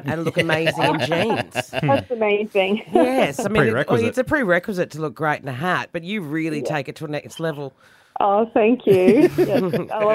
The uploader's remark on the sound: Lismore Community Event. Jumped on the phone for a chat.